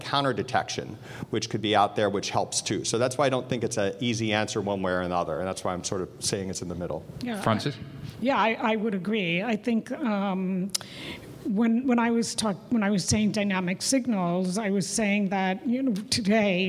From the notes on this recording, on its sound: This recording is from Fintech Nexus USA held at the Javits Center in New York City on May 10-11, 2023. Session: "ChatGPT and Fraud/Scam Implications" from the Fraud Fight Club Track, sponsored by Mastercard.